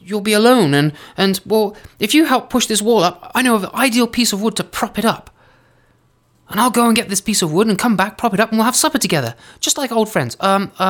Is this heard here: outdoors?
no